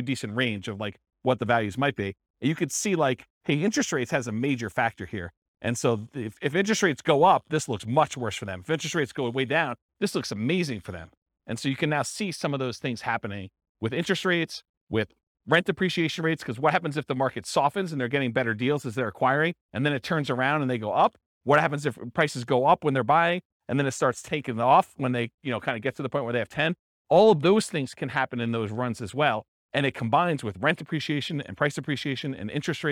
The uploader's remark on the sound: This was a live class recorded